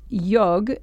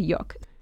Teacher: It may come from Yiddish, but some people think that it's from the word goy said backwards, and so then it becomes yog, and then it gets devoiced to yok